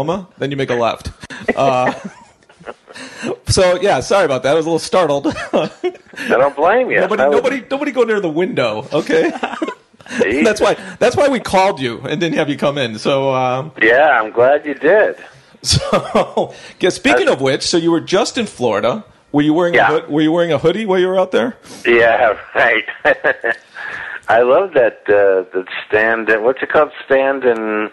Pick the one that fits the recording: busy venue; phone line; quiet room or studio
phone line